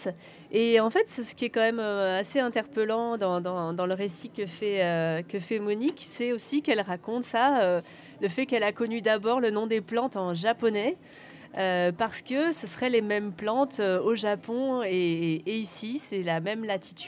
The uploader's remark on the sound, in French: Résonances émettait en direct depuis la Foire Plantes et Nature sur la place de la République de Prades. (Les intermèdes musicaux ont été raccourcis pour cause de droits d'auteurs).